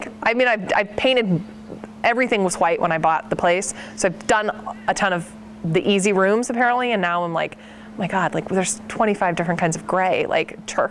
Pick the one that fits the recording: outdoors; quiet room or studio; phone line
outdoors